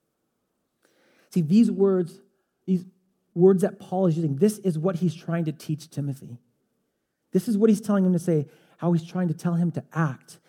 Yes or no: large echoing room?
yes